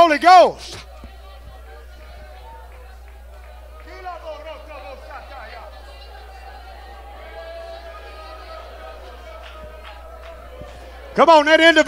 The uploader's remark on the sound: Tent Revival Night 1, Oct. 7, 2022